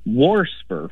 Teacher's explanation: Well, I've not heard wast, but I'll tell you what kind of deviates a little bit more that I've heard is warsper, with an extra R thrown in there · Term: R insertion